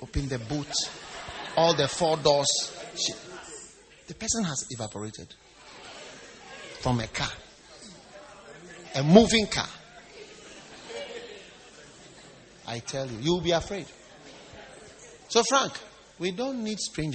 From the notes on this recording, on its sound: Preached at the First Love Church, Easter Service at the Qodesh.